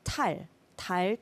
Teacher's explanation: 한국어의 디귿 발음은 무성음이기 때문에 영어의 달, 그 D 발음과는 다릅니다. 네. So the 디귿 in Korean, the D, is actually different from the actual letter D in the English language.